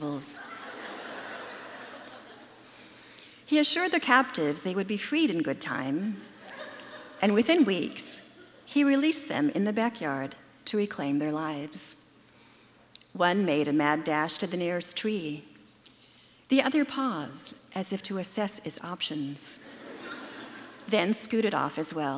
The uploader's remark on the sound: Recorded Ampersand Live 2018 at the Moore Theatre.